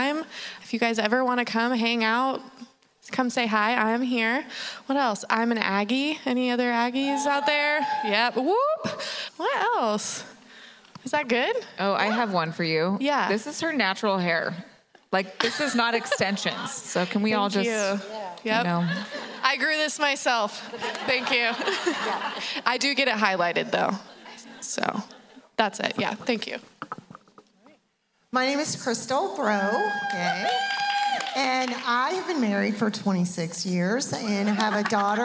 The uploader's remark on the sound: From the 2023 Interactive Women's Leadership Conference. Q&A with audience members.